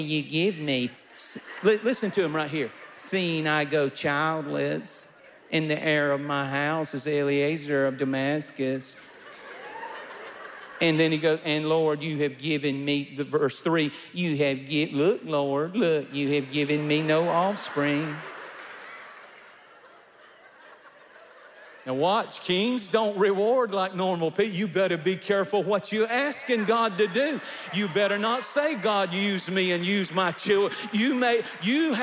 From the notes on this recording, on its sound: recorded at our Divine Conference